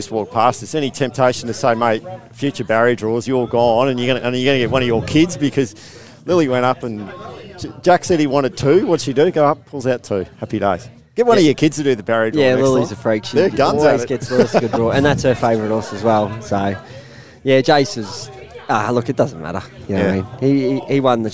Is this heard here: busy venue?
yes